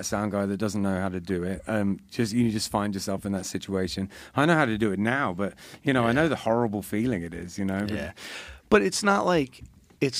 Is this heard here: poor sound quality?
no